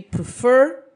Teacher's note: a sílaba tônica desse verbo, ou seja, a sílaba mais forte e que é pronunciada de forma mais intensa, é a última